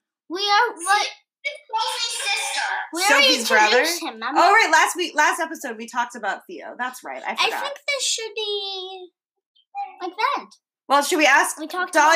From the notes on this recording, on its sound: Today we have 2 special guests calling. Sorry if the sound quality is a bit off, we couldn't have them in the podcast studio due to Covid-19 so we had to make it work!